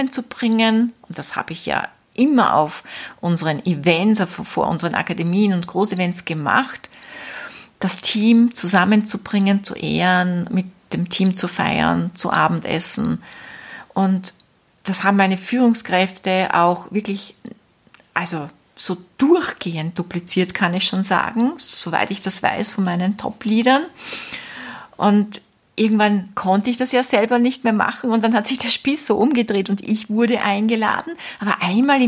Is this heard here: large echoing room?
no